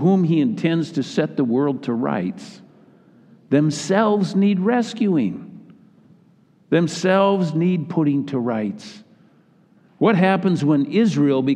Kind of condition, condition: setting, large echoing room